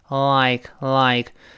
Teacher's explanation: 舌尖抬起来跟上牙膛碰一下，而不是勾舌头